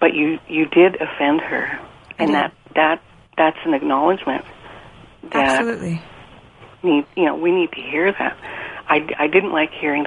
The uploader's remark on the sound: your listener phone calls